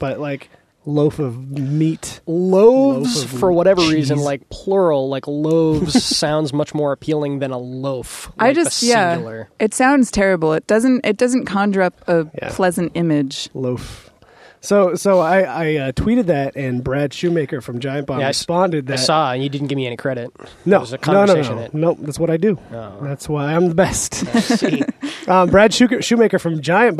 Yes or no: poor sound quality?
no